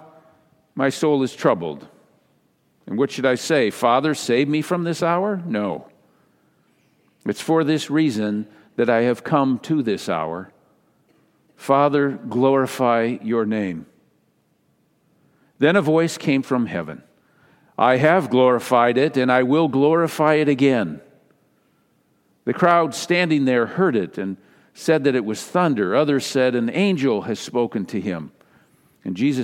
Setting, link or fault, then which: setting, large echoing room